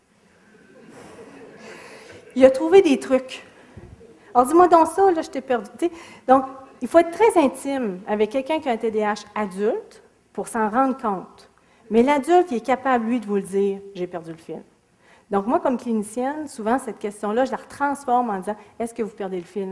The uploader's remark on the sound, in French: Extrait de la conférence. Au cégep de Sainte-Foy.